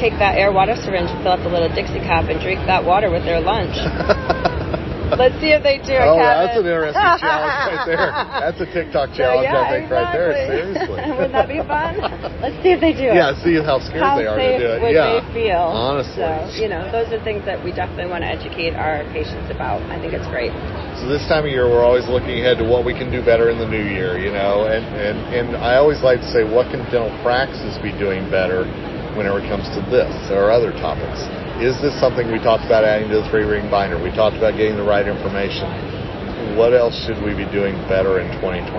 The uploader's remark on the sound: In this episode recorded at the recent Greater New York Dental Meeting.